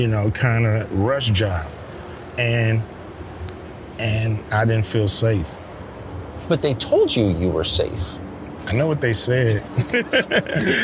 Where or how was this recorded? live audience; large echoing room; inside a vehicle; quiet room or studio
inside a vehicle